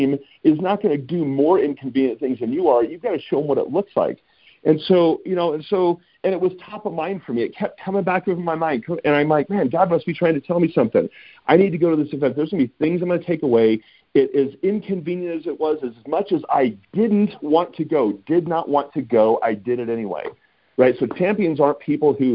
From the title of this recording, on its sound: Friday Morning Conference Call